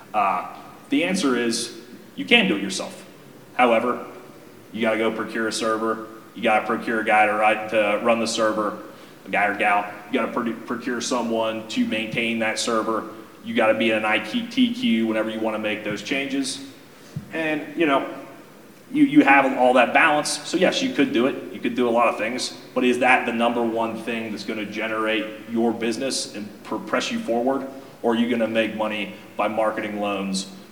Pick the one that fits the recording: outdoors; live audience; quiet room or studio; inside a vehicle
live audience